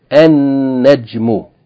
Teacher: you're not going to pronounce the lam, rather the lam is going to be merged into the first letter, the noon, and that letter is going to be doubled. So instead of saying al najmu, we're going to say an-najmu. · Term: sun letters